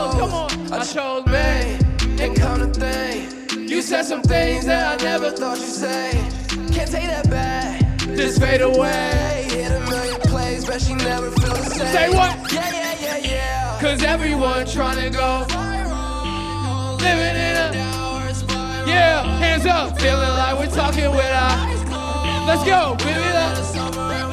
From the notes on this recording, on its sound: Perform at the Pioneer in Fountain Square Indianapolis from August 24, 2019, part of the Chreece 5 music festival. Perform at the Pioneer in Fountain Square Indianapolis from August 24, 2019, part of the Chreece 5 music festival.